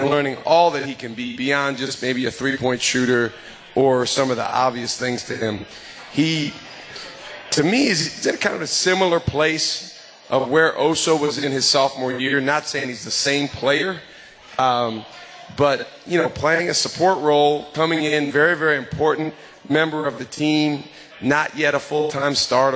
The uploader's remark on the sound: LIVE from MOTOR Bar & Restaurant